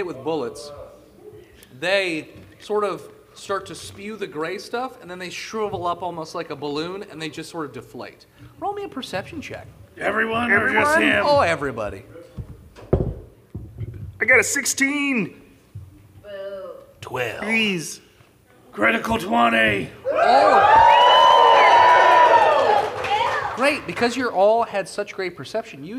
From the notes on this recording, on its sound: This is our live show at Dragoncon 2023! If you’re wondering why the audio quality is a little different from most other episodes, its because we recorded it live in a grand ballroom in front of a live audience!